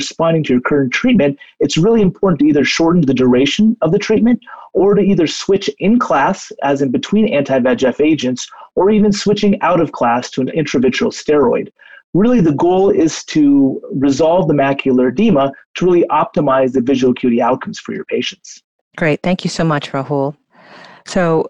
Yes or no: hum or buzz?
no